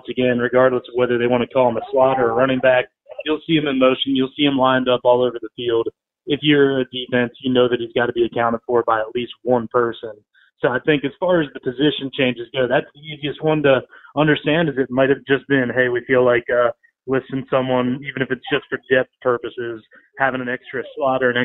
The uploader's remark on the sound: joined over the phone